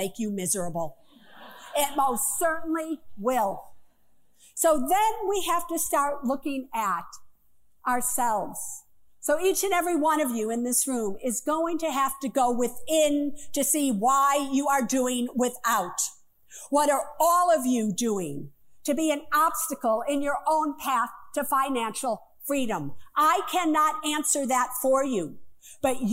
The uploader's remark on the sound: Live From The Apollo Theater